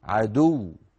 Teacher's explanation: هكذا مادية بمقدار حركتين، ليس الأمر كذلك، وإنما هي واو مشددة. الواوات المشددة، الياءات المشددة، لما نقف عليها لابد من ضغط يبين أن هذه الواو وتلك الياء مشددة